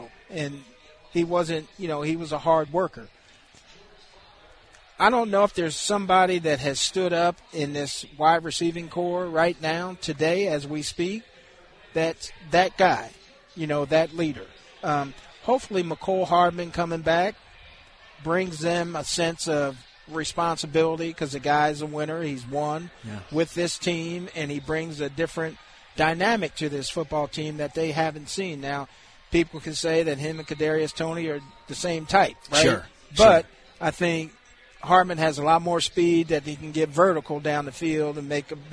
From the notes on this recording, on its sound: LIVE from Hollywood Casino!